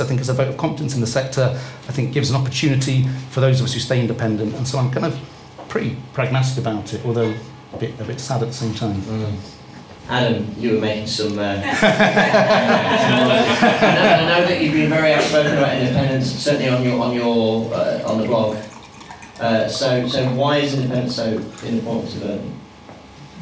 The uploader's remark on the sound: hosted a panel talk at a bar called Five Miles in Tottenham, North London